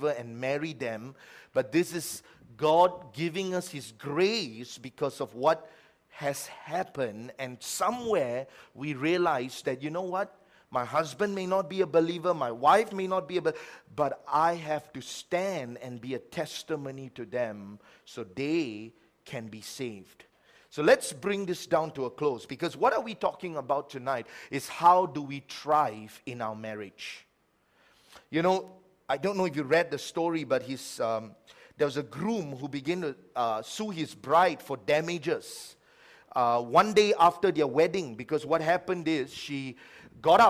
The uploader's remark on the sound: A message preached during our Sunday evening service.